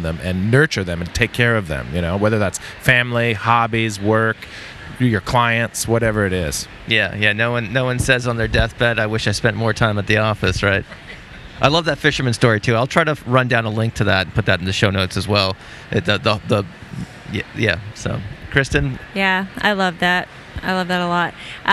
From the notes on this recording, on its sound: This conversation was recorded in-person at the 2019 Association for Behavior Analysis International conference that was held in Chicago